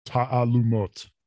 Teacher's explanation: the emphasis is on the last syllable, and the key thing that I think people have trouble with is that those two A's next to each other, there's like an apostrophe in between.